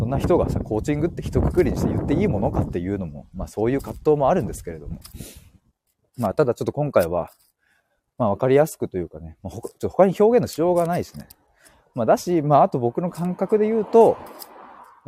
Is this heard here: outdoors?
yes